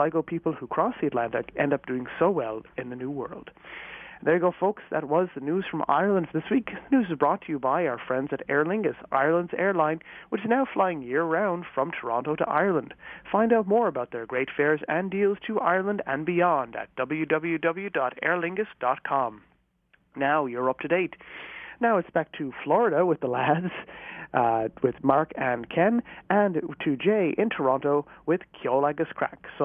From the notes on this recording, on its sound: The lads call in from sunny Florida